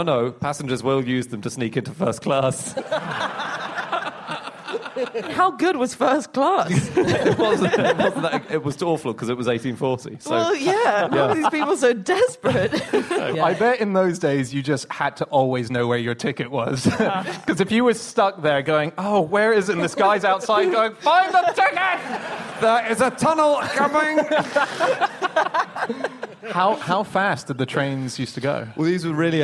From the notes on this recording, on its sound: Live from The Junction in Cambridge